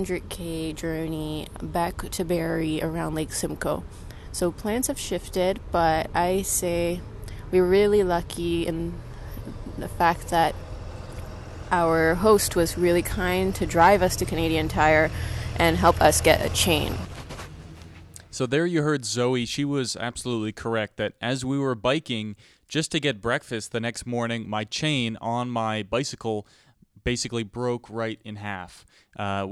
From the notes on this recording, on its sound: Attempting to bike around Lake Simcoe in July. As they worked through their multi-day tour around the lake as well as spontaneous audio logs recorded as the trip progressed.